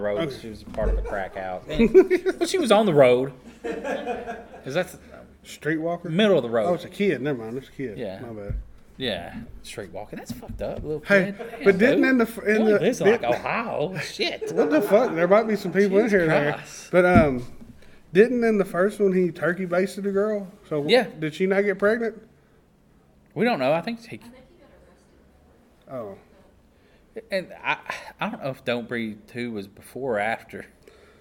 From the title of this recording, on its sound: Live at Connooga 2022